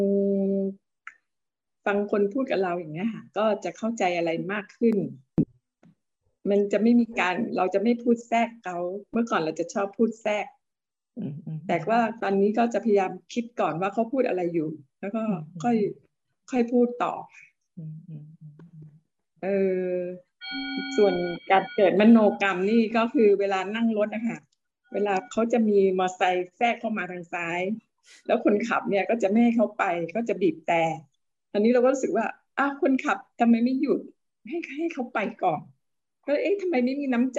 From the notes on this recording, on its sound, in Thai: เป็น 1 ใน 3 คอร์สออนไลน์ (ผ่านโปรแกรม Zoom)